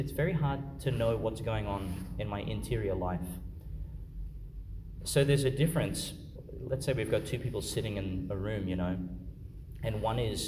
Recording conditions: large echoing room